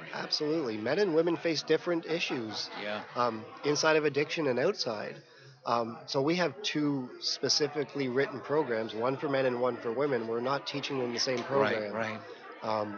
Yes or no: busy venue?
yes